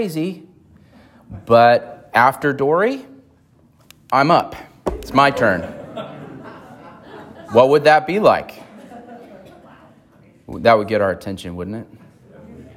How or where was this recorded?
large echoing room